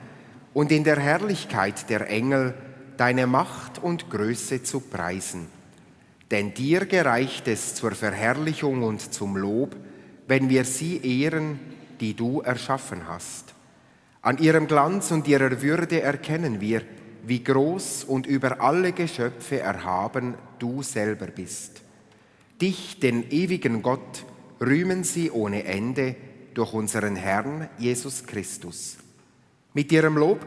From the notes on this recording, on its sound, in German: Den römisch-katholischen Gottesdienst überträgt SRF live aus der Kirche St. Oswald in Zug.